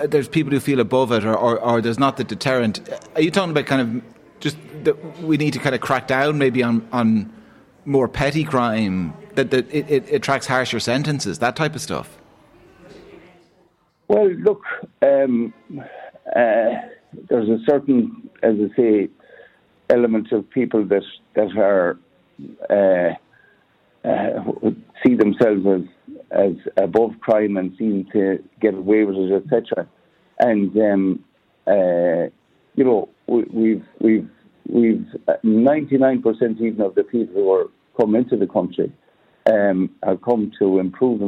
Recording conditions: busy venue